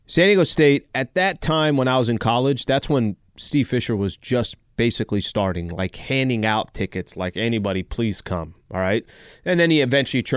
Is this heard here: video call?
no